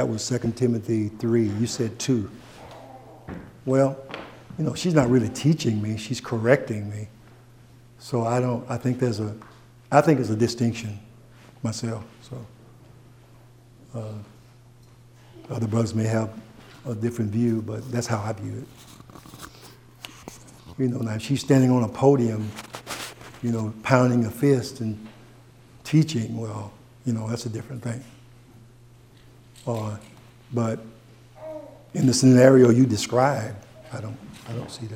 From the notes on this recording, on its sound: takes unexpected questions from the audience.